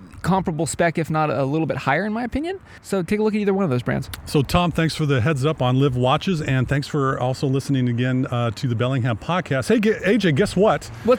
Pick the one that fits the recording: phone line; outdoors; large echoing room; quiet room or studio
outdoors